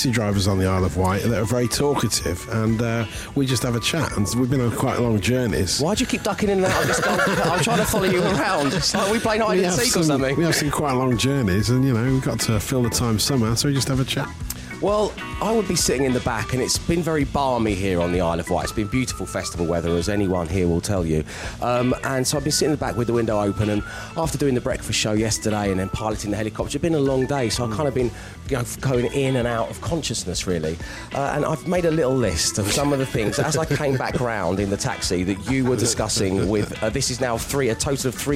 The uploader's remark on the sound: Live from The Isle of Wight Festival